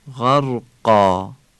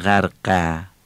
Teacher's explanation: الفی که بعد از قاف اومده تفخیم میشه، یعنی آ خوانده میشه · Shown in: first take · مثل همون آی فارسی غرقا، نمیگیم غرقه.